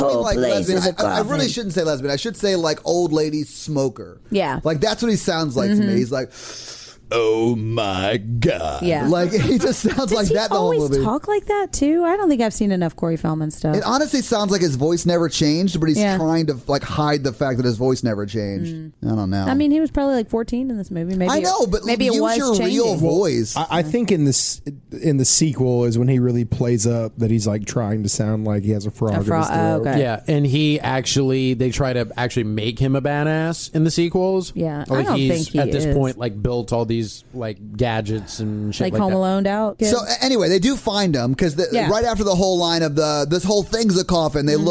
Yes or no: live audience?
no